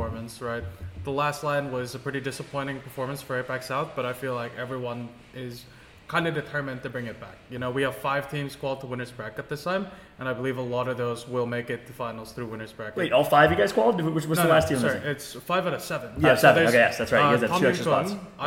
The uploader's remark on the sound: LIVE FROM BIRMINGHAM DAY 1